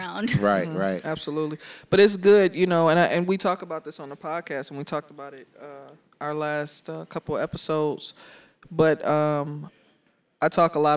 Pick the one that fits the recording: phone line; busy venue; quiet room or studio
busy venue